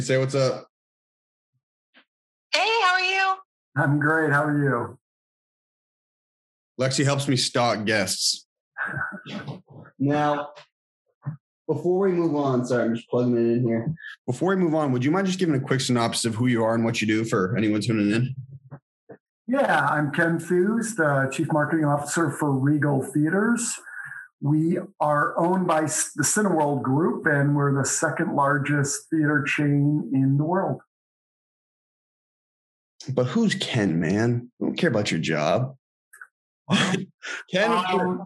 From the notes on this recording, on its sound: sat down over Zoom